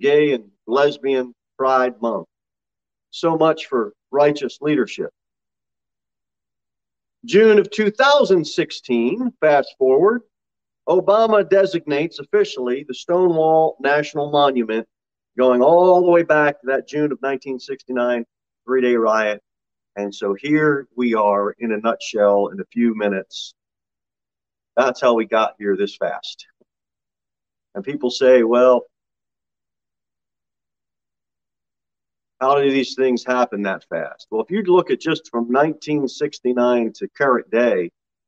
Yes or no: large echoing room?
yes